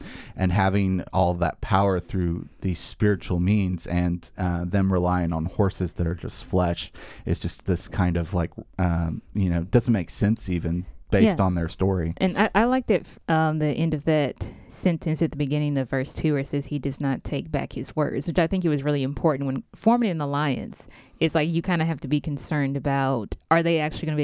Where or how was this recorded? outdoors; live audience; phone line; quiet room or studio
quiet room or studio